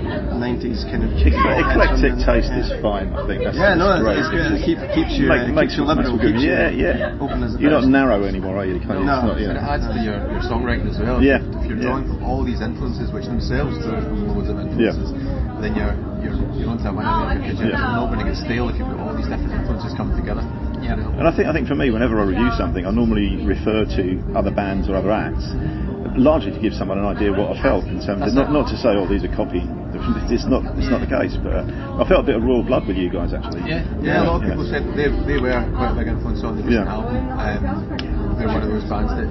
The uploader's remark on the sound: At the Leeds Festival last Sunday. It was shortly after they opened the final day in style with a barnstorming set on the Festival Republic Stage.